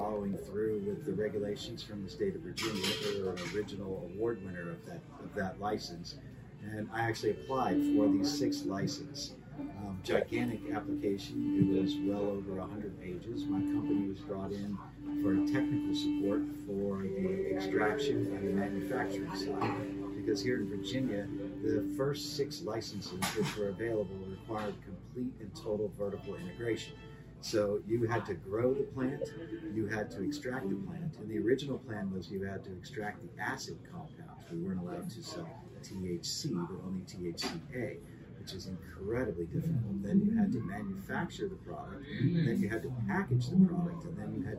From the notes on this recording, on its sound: After a full year of podcasting together, the hosts meet in person for the first time! Broadcasting live from Queen's Green Apothecary in Virgina Beach, VA.